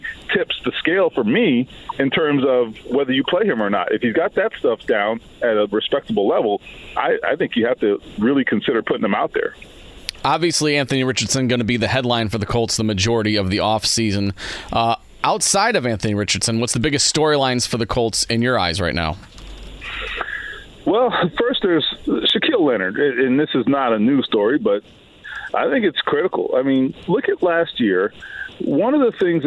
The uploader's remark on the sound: Calls in live from graduation! Our proud graduate gives us an update from Kokomo and how he’s feeling on graduation day.